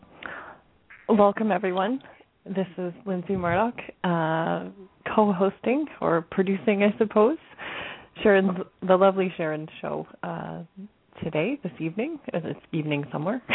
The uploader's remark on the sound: Takes your calls for healing live today!